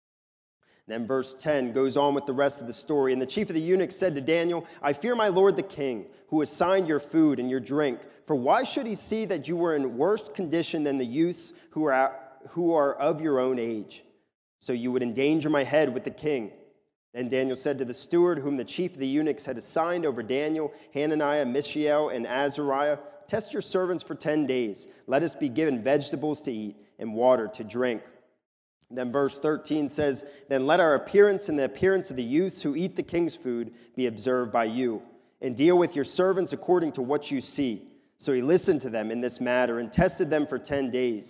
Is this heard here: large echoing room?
yes